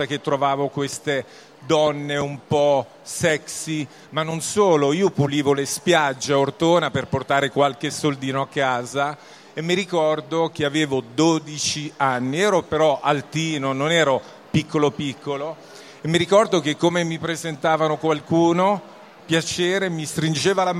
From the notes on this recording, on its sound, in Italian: In diretta dal Salone del Libro di Torino.